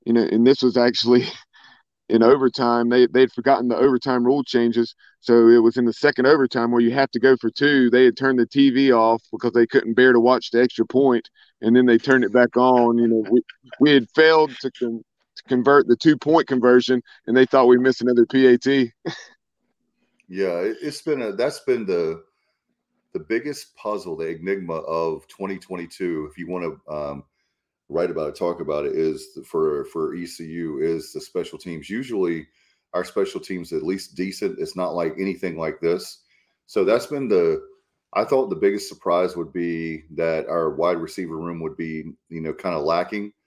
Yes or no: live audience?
no